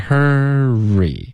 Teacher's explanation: 这个 re 开头嘴唇要撅起来 · Term: 嘟嘴